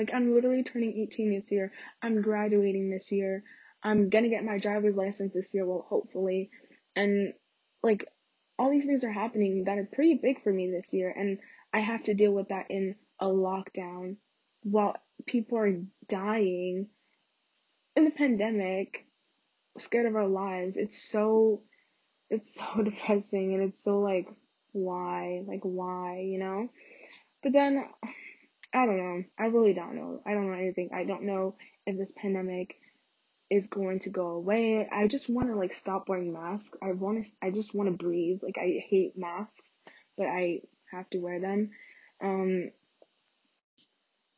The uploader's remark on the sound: sry y'all the audio is pretty trash in this one